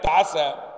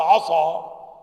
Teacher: ولذلك لو جئنا مثلا على كلمة مثل كلمة عسى وفخمنا السين فأصبحت عصا، تغيرت الكلمة فالسين أصبحت صادا